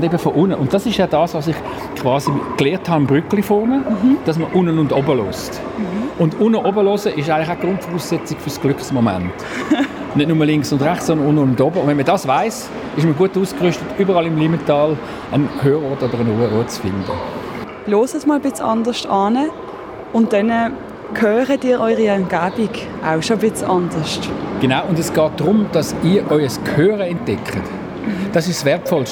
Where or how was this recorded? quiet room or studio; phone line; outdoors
outdoors